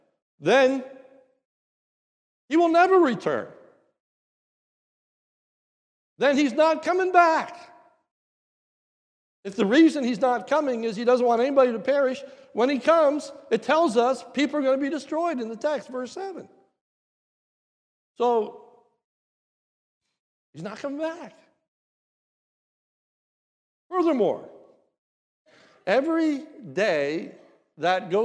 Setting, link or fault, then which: setting, large echoing room